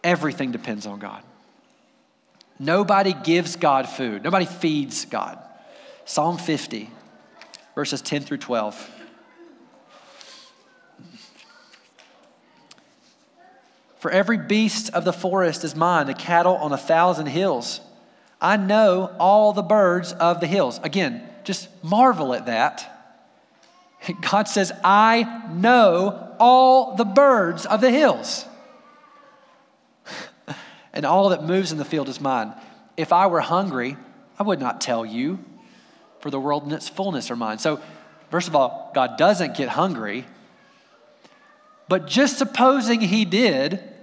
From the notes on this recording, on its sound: Audio from our final service as Wardville Community Church before we move together to Alpine First Baptist Church.